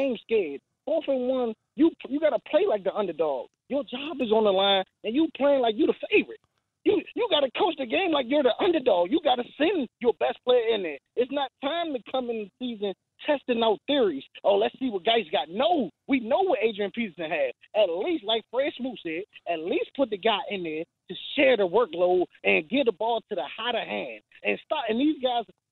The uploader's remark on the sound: fans call in to discuss as well